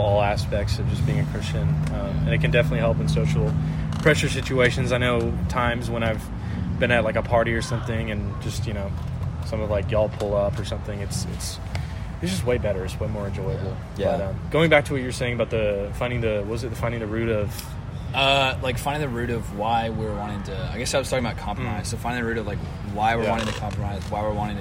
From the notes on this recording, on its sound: Apologies for some of the background noise.